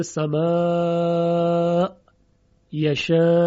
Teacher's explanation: پس ابو عمرو مد متصل رو به توسط خونده، حدود چهار حرکت یا دو الف مدی در حقیقت